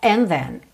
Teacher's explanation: And com then, junta num som só.